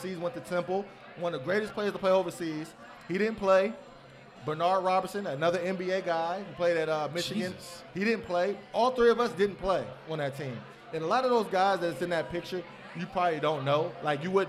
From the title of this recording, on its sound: LIVE at Mio’s